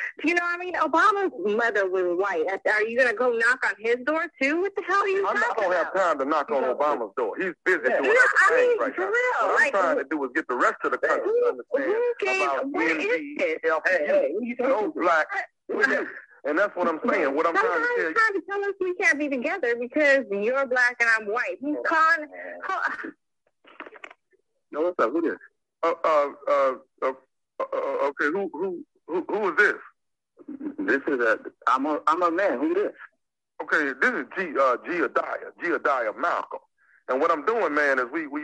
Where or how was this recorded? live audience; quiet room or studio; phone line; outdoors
phone line